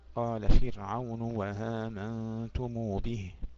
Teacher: يبدل الهمزة الأولى واوا ويسهل الثانية، قال فرعون وهامنتم به، قال فرعون و، صارت الهمزة الأولى واوا مفتوحة، لكن هذا وصلا، إذا بدأ يقول آمنتم يقرأها بالهمزة ويسهل الثانية، في الحالين يسهل الهمزة الثانية، لكن إذا وصل فإنه يبدل الهمزة الأولى واوا، قال فرعون وهامنتم به.